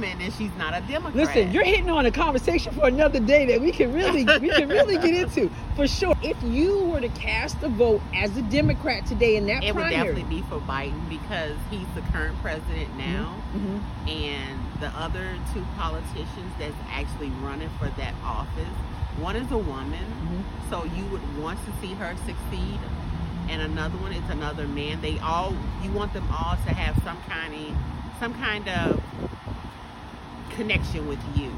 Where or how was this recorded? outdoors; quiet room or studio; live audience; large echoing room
outdoors